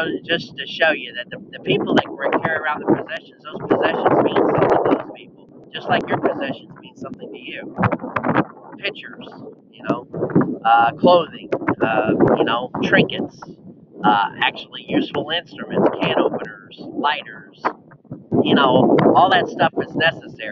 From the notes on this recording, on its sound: The audio went caca with all the wind. Atlantic Ocean got mad.